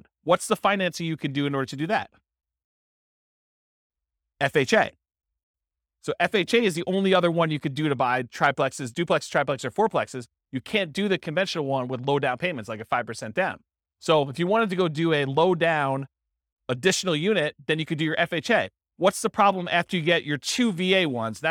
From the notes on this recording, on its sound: This was a live class recorded